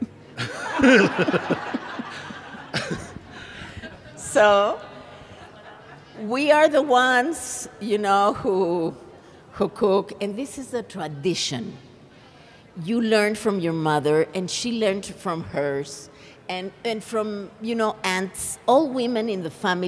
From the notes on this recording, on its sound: A presentation from the 2016 Tucson Festival of Books.